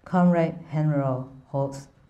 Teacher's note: making the sound deep in his throat, as though hawking with a bad cold